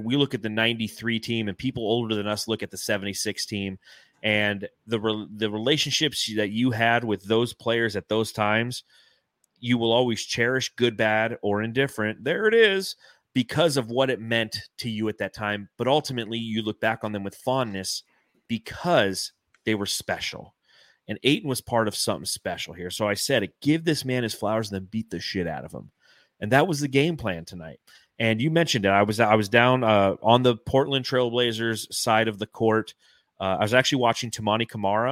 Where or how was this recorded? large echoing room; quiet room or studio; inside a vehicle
quiet room or studio